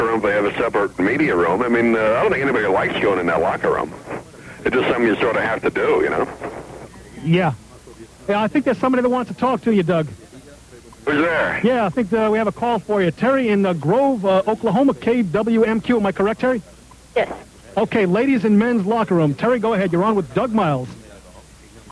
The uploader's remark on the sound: A couple of call ins. On the “Sun Radio Network” (Tampa, FL).